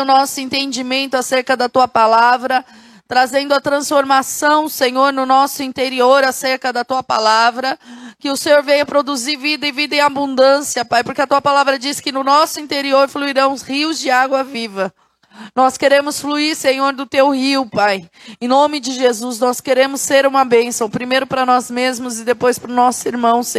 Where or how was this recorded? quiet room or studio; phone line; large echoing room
large echoing room